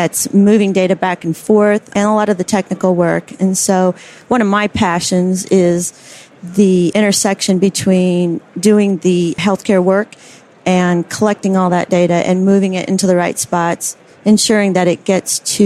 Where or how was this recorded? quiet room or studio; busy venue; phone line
busy venue